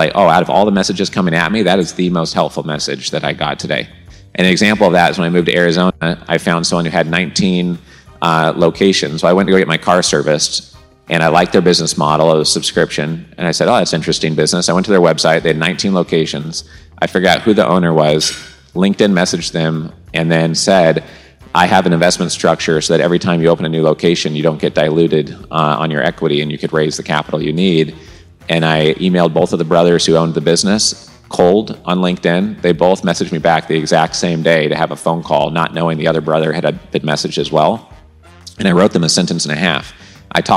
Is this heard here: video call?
no